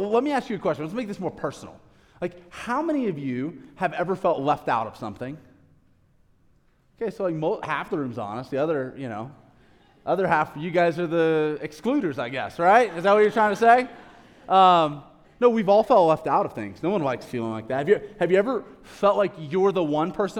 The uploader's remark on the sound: a live recorded sermon from the Sunday gathering at The Heights Church Denver on 09/24/23